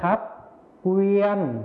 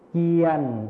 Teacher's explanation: ในภาษาไทยมาตรฐานนะครับก็จะใช้พยัญชนะต้นควบที่เป็นกอไก่วอแหวนนะครับส่วนในภาษาถิ่นอีสานจะไม่มีพยัญชนะต้นควบนั่นเองนะครับ